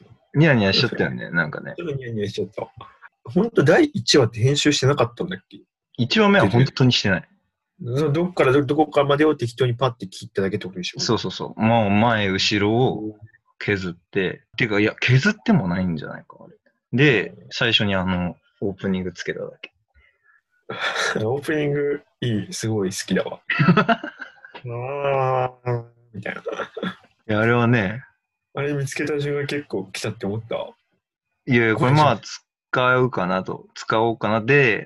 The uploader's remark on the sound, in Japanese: リモート録音なので音質はそこまでよくありません。